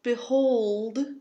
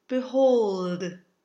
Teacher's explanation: It's important when singing in English to think of the Italianate L, the one that's formed with just the tip of the tongue. · Shown in: second take · Otherwise, we swallow the sounds in singing, which isn't what we want at all.